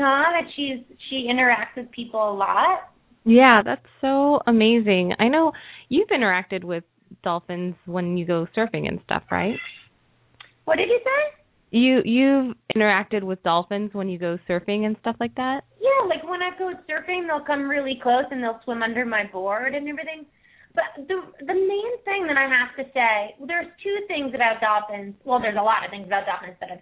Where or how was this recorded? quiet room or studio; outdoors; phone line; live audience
phone line